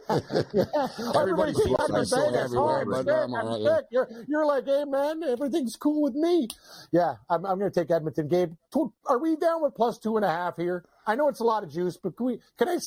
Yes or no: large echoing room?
no